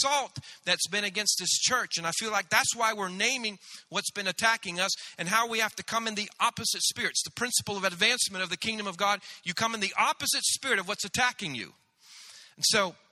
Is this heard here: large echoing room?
yes